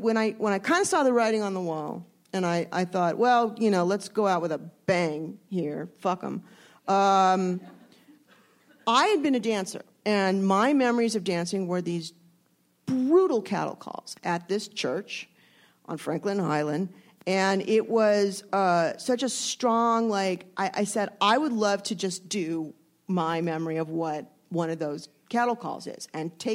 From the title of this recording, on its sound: panels from ATX Television Festival